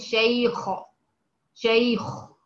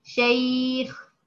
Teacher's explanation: بفخم الغين او الخاء تفخيم نسبي · Shown in: second take · يعني ما ينفعش اقول شيخ شيخ، ما ينفعش اقول زيغ، لا ما ينفعش تفخيم حقيقي، لازم تفخيم نسبي.